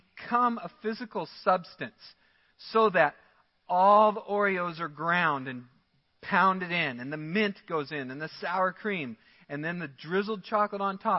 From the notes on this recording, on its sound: Midland Evangelical Free Church Sermon Audio